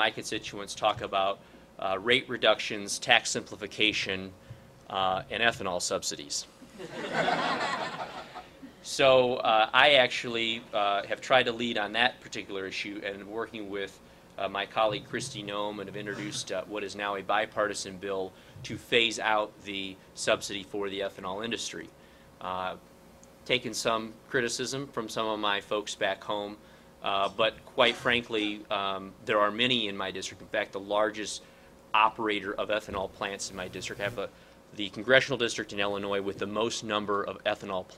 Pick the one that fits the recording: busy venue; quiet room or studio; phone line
busy venue